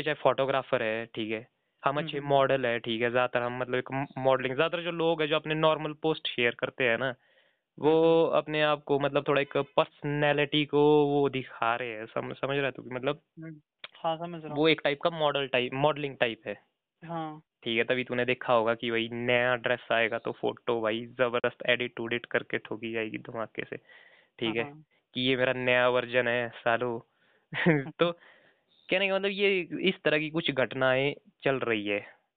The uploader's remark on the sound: A phone call talk.